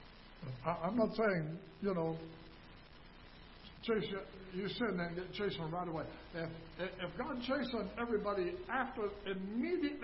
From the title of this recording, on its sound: Ketha Heights Baptist Church ~ Live Broadcast